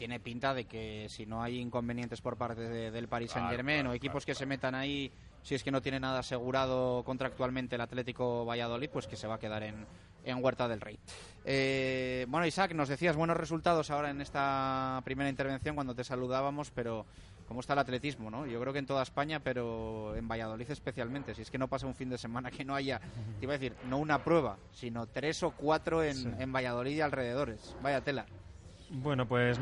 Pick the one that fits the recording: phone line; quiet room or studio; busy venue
busy venue